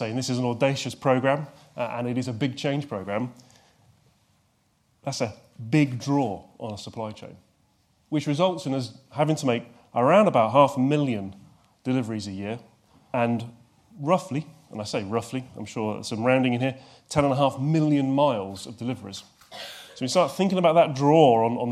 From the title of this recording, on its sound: NHS Supply Chain – SHD Logistics Conference 2019 keynote highlights